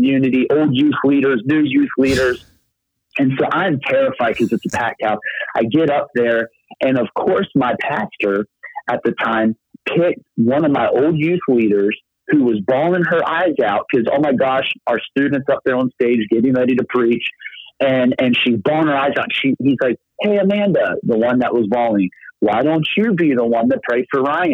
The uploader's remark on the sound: Location: The Millennium Beat, LLC Office (Phone Interview).